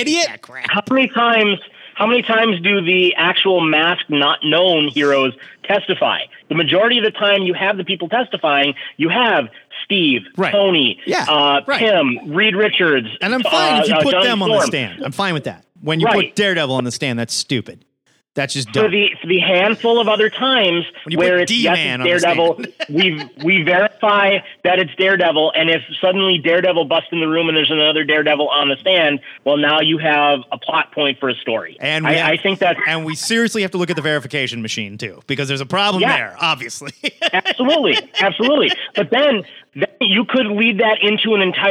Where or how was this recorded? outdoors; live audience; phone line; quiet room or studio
phone line